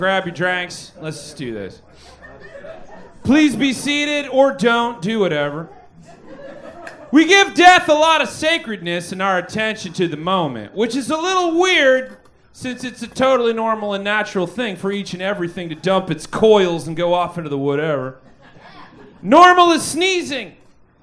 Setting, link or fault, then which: setting, live audience